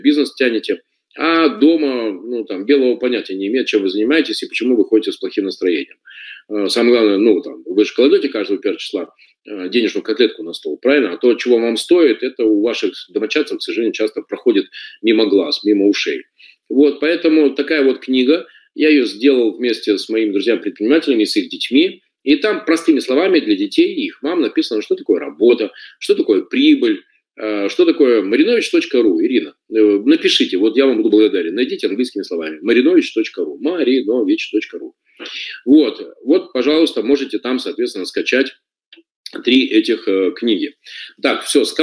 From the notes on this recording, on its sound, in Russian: Запись вебинара.